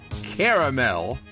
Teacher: The three-syllable standard caramel, that is widely preferred pronunciation for formal speech, news, and advertising in the Northeast. It ensures that all the letters of the standard spelling are clearly articulated.